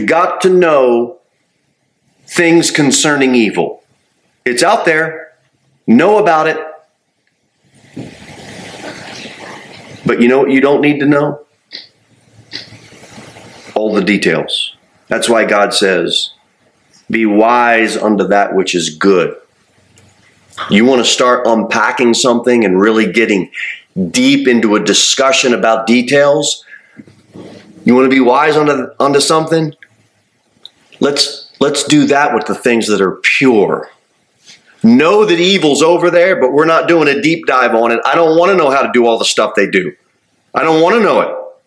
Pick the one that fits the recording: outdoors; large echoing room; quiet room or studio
large echoing room